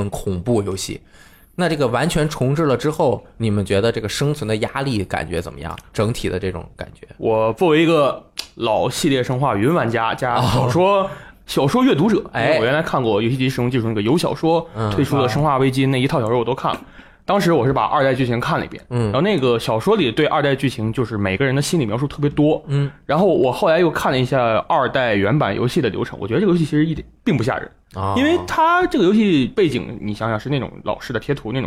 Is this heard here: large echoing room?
no